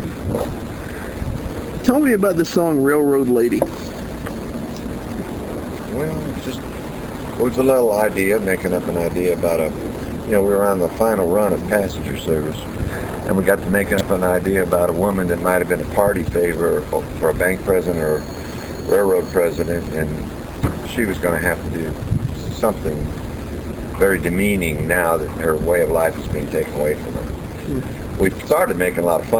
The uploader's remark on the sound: This interview was recorded back in 2006 for an early incarnation of this talk show. A small digital recorder was used right on the ocean in Key West, Florida.